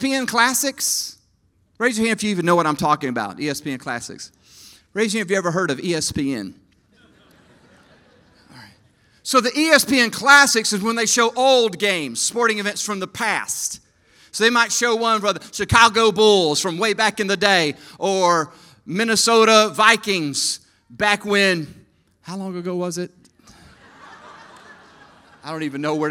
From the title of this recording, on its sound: EQUIP Conference 2022 – Main Session 1